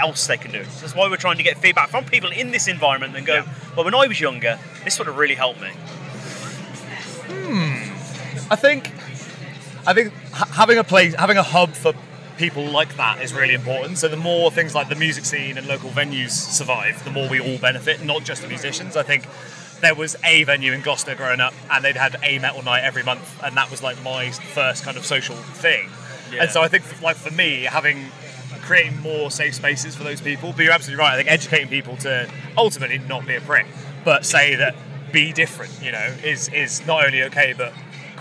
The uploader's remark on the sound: Live from Bloodstock 2023